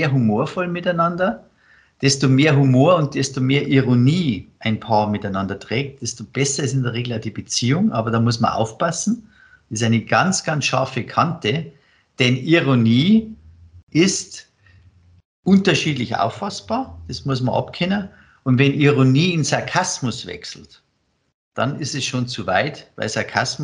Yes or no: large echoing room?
no